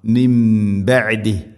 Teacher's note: സുക്കൂനുള്ള നൂനിന് ശേഷം ബ വന്നാൽ ഇഖ്ലാബ്, നൂനിനെ മീമാക്കി മാറ്റണം. അതാണ് ഖുർആനിൽ ഒരു ചെറിയ മീം കാണാൻ പറ്റും.